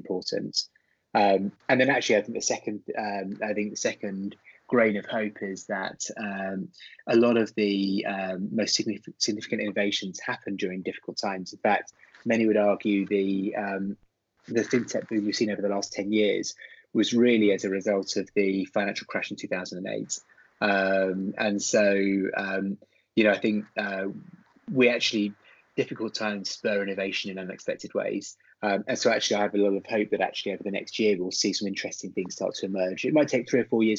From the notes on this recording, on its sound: is joined on Skype